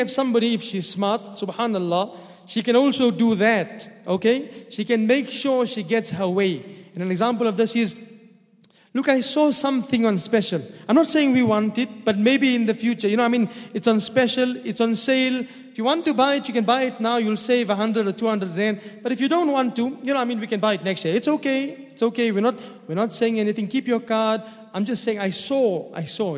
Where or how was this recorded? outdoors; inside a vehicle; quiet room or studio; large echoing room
large echoing room